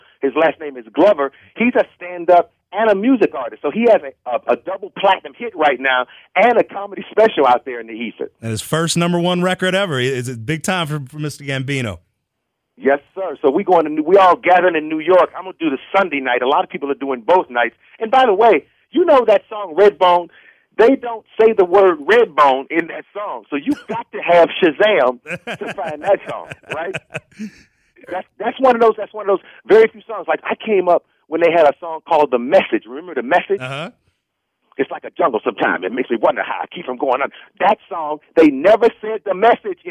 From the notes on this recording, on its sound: called into Comedy 1031